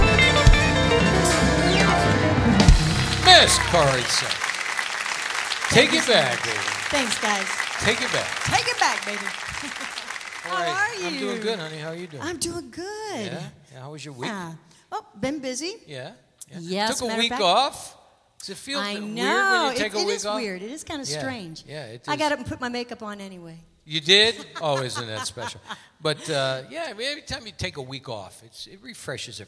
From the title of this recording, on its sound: Live at the Southpoint Casino